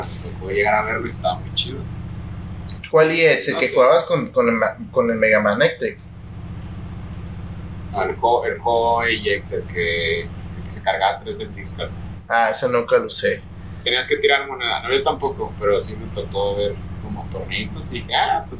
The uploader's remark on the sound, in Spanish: De antemano una disculpa por los problemas técnicos de audio en este episodio.